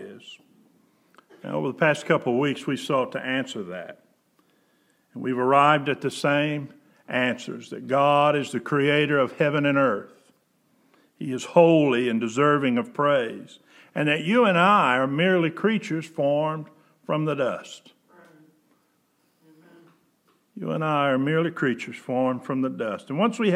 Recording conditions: large echoing room